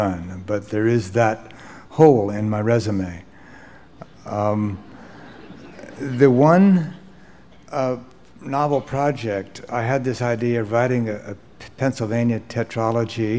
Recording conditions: live audience